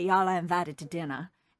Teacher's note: there's the plantation Southern, which is non-rhotic, R dropping, and they say y'all are invited to dinner.